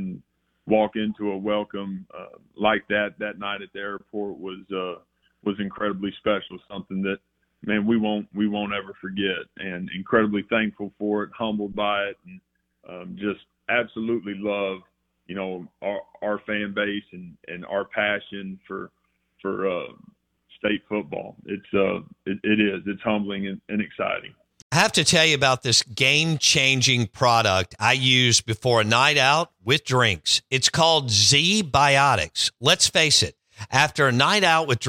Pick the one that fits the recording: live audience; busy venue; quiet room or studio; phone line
phone line